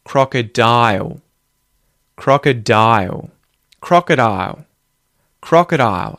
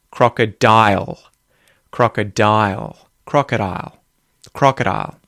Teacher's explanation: The last thing to mention here is because that L comes at the end of the word and there's no vowel sound after it, crocodile, we can also say it as the dark L, where it's more in the lips going ooh instead of the tongue going ull. · Shown in: first take